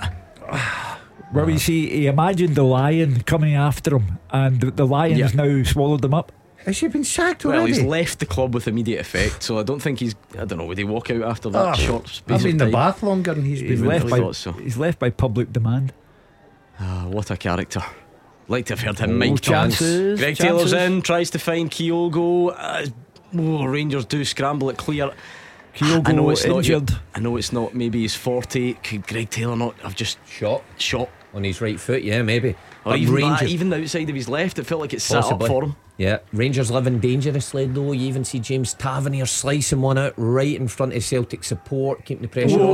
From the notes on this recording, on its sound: In the studio. Report live form Celtic Park as Celtic take on Rangers.